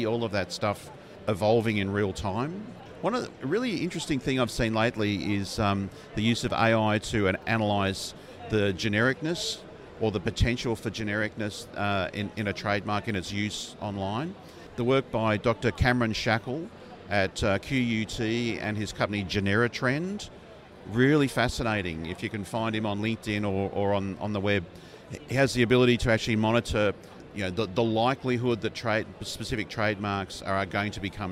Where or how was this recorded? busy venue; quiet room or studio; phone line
busy venue